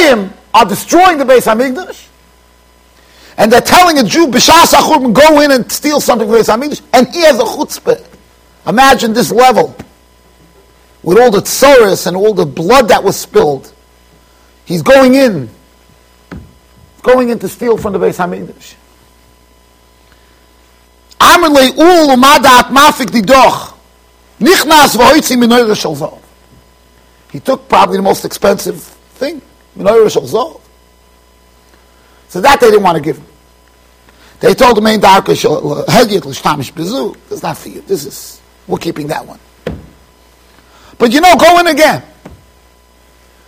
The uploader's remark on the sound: Shiur recorded in Yeshivas Ohr Reuven, Monsey NY